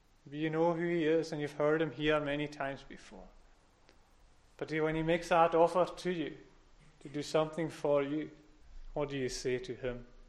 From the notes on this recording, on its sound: recorded at North Harris Free Church on Sunday Morning 10th October 2021.